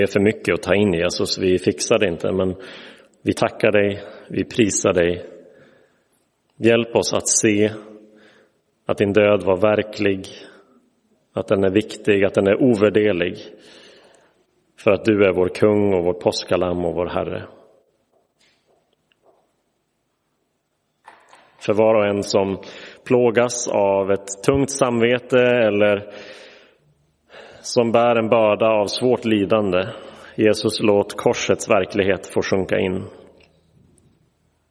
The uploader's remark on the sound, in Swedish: Inspelad i Roseniuskyrkan den 7 april 2023.